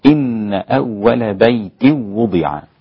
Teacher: أسقط الغنة هنا الإمام خلف عن حمزة، الإمام خلف راوي عن حمزة الإمام السادس، أسقط الغنة فيصير النطق بها هكذا: إن أول بيت وضع.